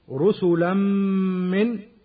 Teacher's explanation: تنوين وبعده ميم يسمى إدغاما بغنة